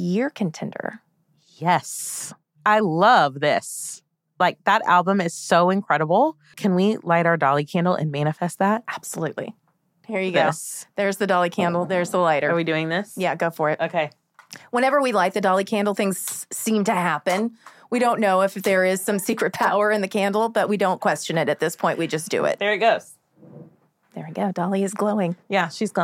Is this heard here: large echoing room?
no